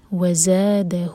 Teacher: ہو دو حرکہ لمبا، جب کنٹینیو کریں گے یہ ہے مد صلہ صغرہ